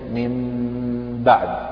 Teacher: ونفس الذي ذكرناه في الميم التي بعدها باء ينطبق أيضا على النون الساكنة التي بعدها باء، لأن النون الساكنة التي بعدها باء تقلب ميما مخفاة